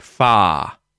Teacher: But in the word far, because the following word starts with a B consonant sound, right? A B, the A and the R represent just the long R sound · Term: non-rhotic